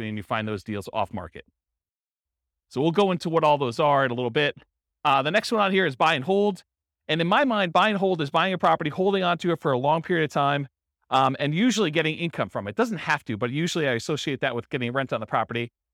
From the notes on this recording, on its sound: Real estate entrepreneurs in Surprise, Arizona. This was a live class recorded.